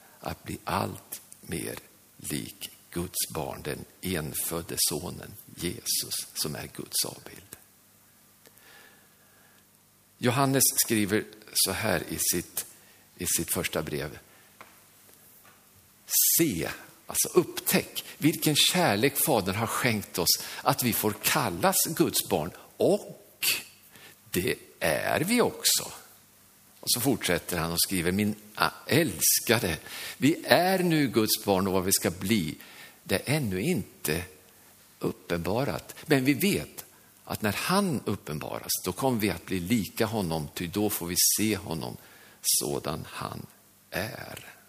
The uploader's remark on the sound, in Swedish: Inspelad under nyårsgudstjänst i Löfstadkyrkan i Tranås 2023-12-31.